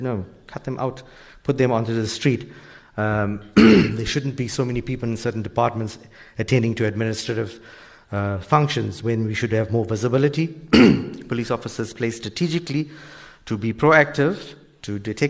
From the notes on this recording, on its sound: Here is a podcast of Newsbreak Talk before a LIVE studio audience.